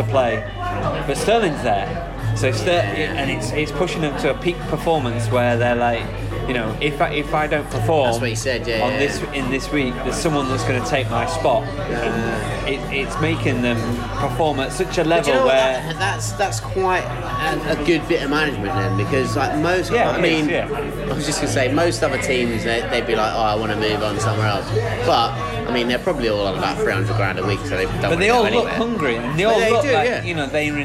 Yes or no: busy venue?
yes